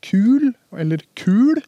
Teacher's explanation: Og så Hvis vi da kommer tilbake til denne tjukke L-en, så går det jo faktisk an å lage minimale par med tjukke L